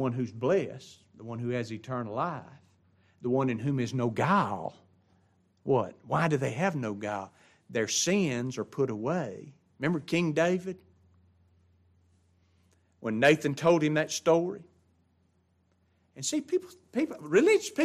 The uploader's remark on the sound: This is the LIVE STREAM broadcast of the adult Bible class and the Sunday Worship service of Grace Baptist of Ruston Louisiana.